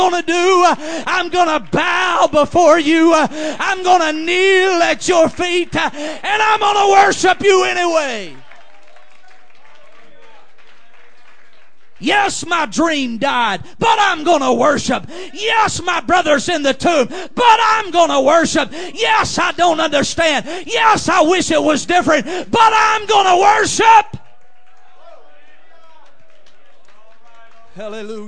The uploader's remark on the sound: Preaches at JFPC Heritage Conference in Jennings, LA.